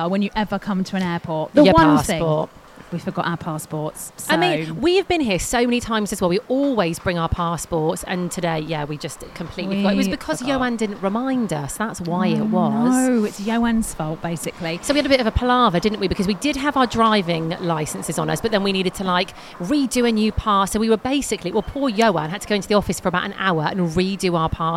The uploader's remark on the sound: On todays show we are LIVE from East Midlands Airport departures lounge!